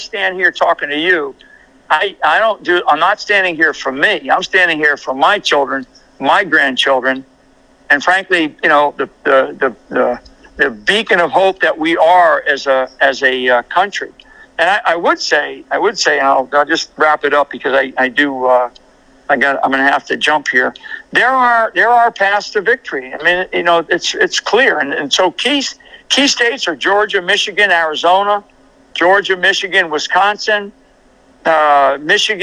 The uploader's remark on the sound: Phone interview. AUDIO CREDIT TO WVW-TV.